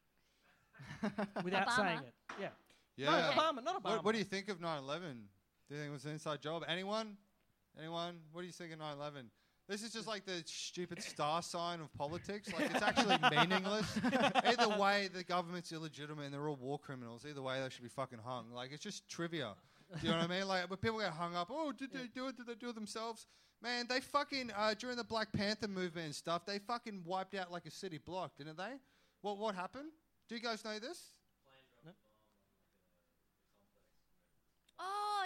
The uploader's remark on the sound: Things get very political and dark in front of the enormous audience that were around at SBC in Brisbane at 10:00pm on a Wednesday night.